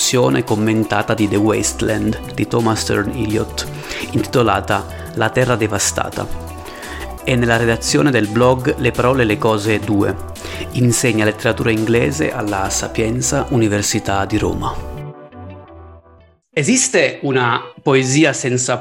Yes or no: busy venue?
no